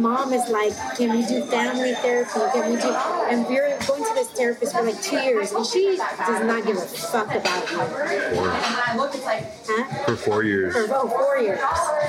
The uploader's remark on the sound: Thank you WetStone Wine Bar for hosting